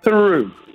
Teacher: Fate finta che state pronunciando la S, quindi... però invece di avere la lingua che sbatte sugli alveoli, nella S, avete la lingua in mezzo ai denti